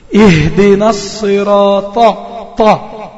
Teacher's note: طرف اللسان بيكون فوق فوق الاسنان العليا من الداخل · Term: الطاء